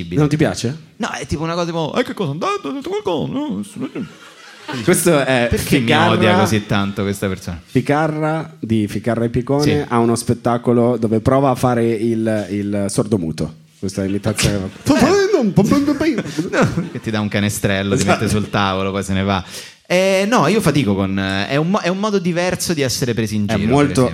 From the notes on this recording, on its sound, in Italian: direttamente dal vivo al Monk di Roma